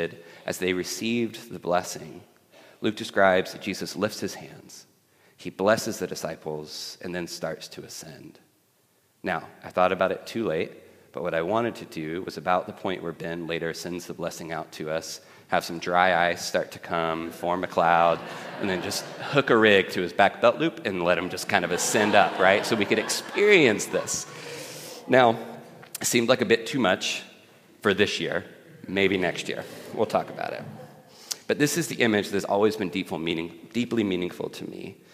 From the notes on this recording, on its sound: at The Table worship gathering on Sunday, May 21st 2023